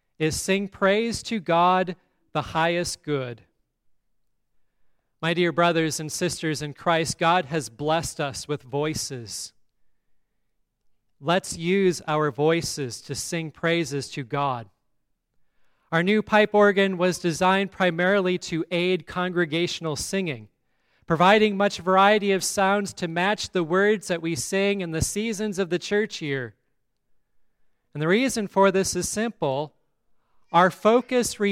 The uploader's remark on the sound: On this day we blessed our rebuilt pipe organ. The service at Grace Lutheran Church, Lexington, MO.